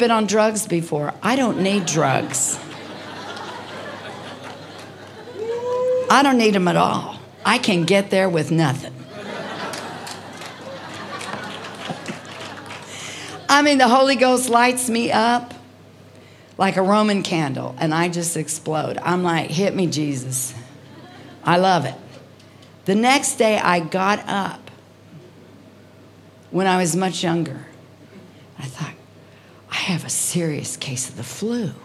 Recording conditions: live audience